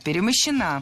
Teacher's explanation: Правильный вариант – перемощена. Ударение в этой форме падает на окончание «а»